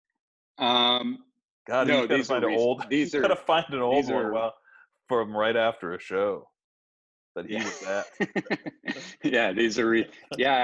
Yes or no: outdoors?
no